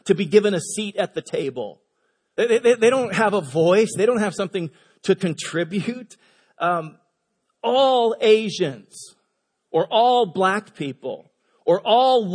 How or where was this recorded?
large echoing room